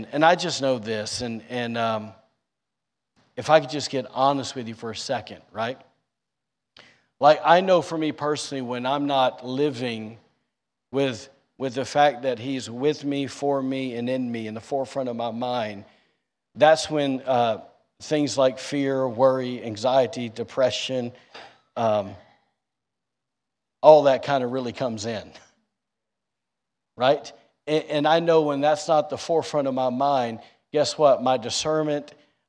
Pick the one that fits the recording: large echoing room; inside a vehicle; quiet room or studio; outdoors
large echoing room